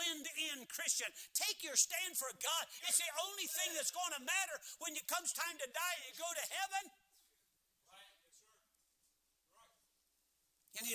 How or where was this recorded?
large echoing room